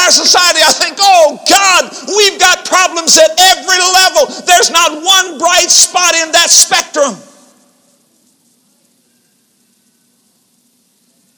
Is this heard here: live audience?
yes